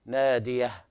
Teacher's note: وطبعا البيان الهمس في الهاء